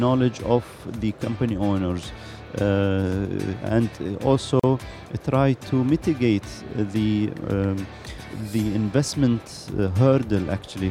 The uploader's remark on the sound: Live from Global Media Congress.